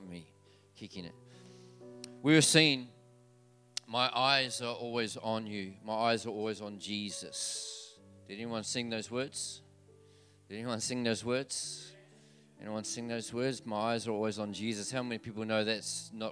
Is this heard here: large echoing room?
yes